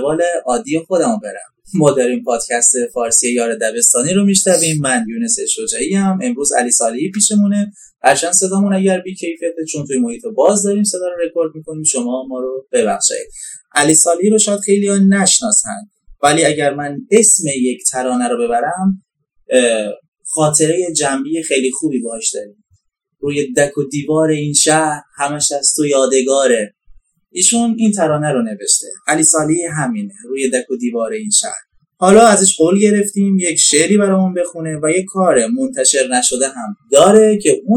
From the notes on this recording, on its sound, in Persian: کیفیت صدا در این اپیزود خیلی پایین هست